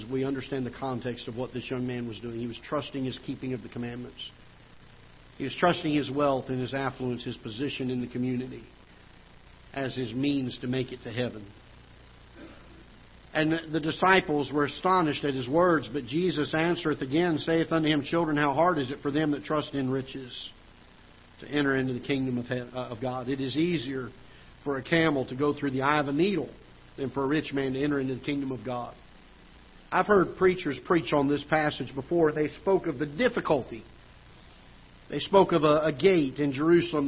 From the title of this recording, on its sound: Ketha Heights Baptist Church ~ Live Broadcast